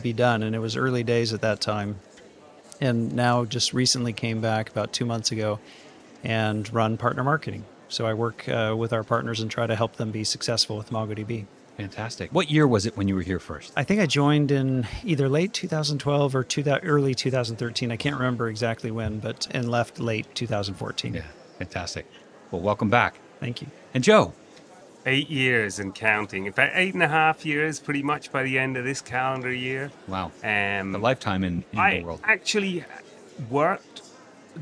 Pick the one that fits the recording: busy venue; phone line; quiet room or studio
busy venue